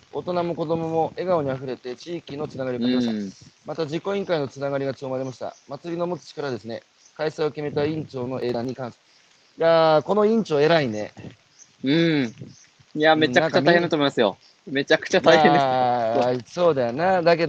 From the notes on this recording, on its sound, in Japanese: 歩くラジオ。歩きながら1時間、対談する。